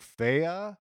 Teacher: I've heard some people giving it almost like a second syllable, like Fea. Hmm. Which I think is wrong, because it's two letters.